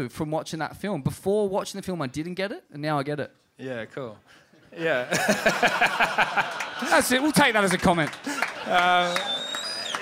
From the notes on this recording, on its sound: Live from the Indian Ocean Hotel Scarborough in Perth! We revisit a classic night at the Indy.